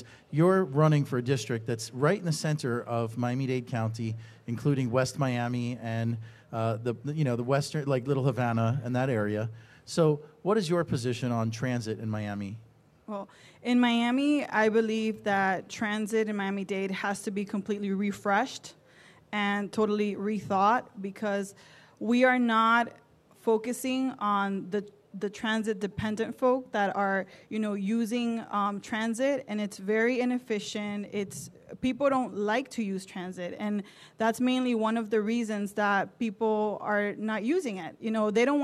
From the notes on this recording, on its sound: Live from Shots Bar in Wynwood, the Miami Transit Townhall brought together four special guests with a live studio audience.